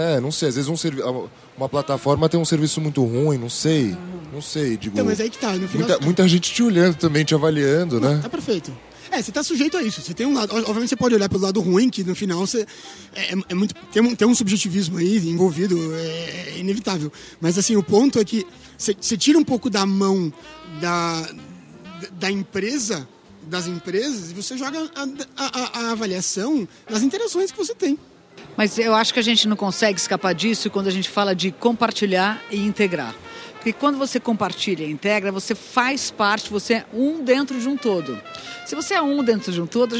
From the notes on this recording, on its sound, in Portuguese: Gravado no Festival Path com apoio da cerveja Sol.